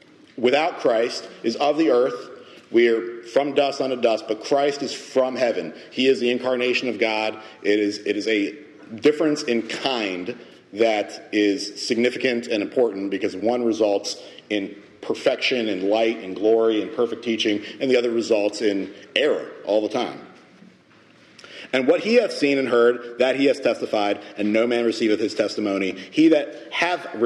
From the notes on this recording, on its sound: Message delivered Sunday, June 18, 2023 at Mt Carmel Primitive Baptist Church, Bel Air